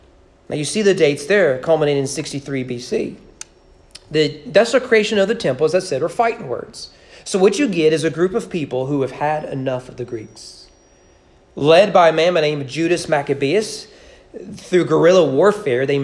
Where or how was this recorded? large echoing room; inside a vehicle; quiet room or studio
large echoing room